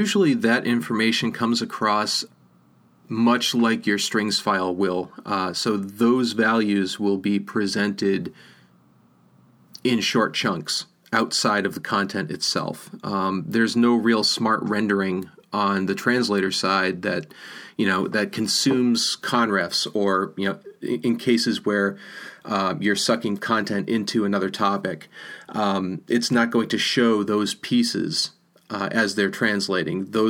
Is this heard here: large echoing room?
no